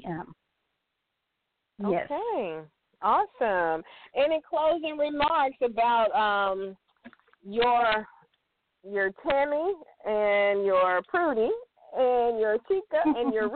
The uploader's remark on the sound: a live call in show